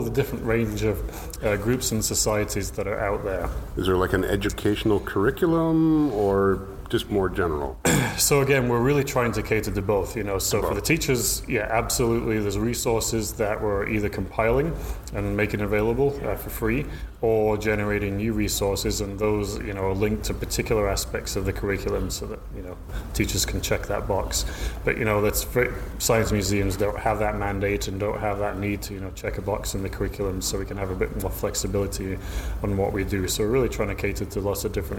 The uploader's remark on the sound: Updates from the 2018 Canadian Space Summit. This weeks podcast consists of three short interviews recorded at the Canadian Space Summit in Ottawa on November 28 and 29.